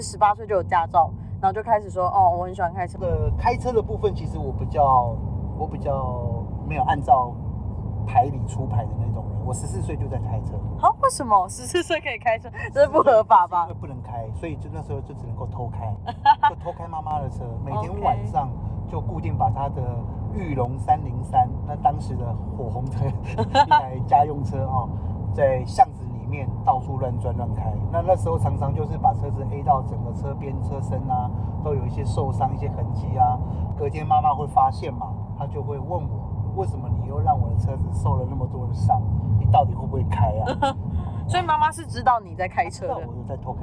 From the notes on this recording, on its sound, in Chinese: 某天搭UBER在回程路上聽大哥講故事用手機錄音 音質有點糟。